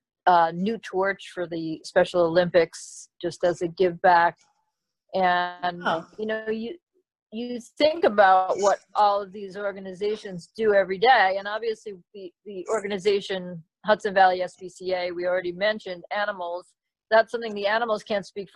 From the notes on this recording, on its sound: Zoom chat interview